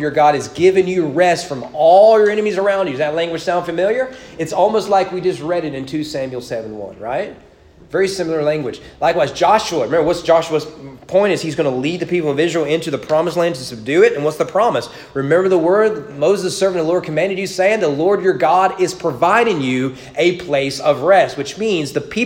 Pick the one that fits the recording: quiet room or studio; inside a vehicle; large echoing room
large echoing room